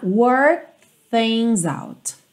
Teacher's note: Você meio que para no K.